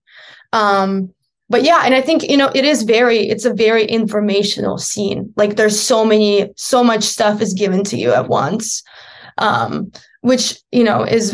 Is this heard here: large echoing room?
no